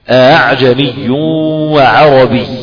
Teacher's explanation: تسهل هذا الحرف ما بين الهمزة وبين الألف · Term: همزة مسهلة